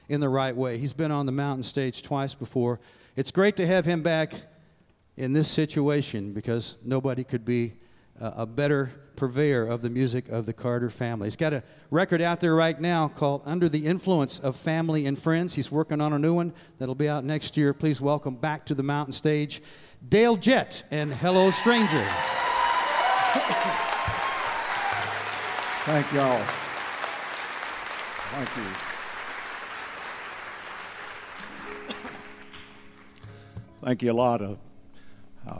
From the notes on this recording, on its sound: Live from the Birthplace of Country Music in Bristol TN/VA.